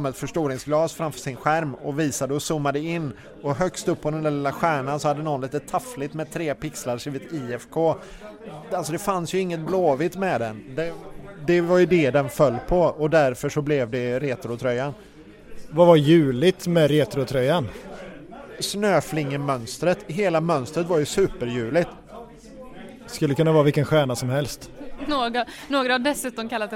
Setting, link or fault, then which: setting, busy venue